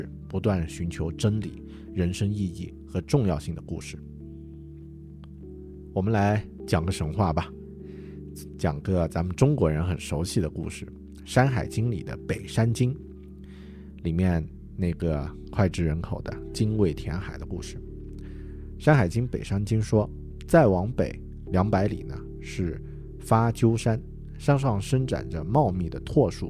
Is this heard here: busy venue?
no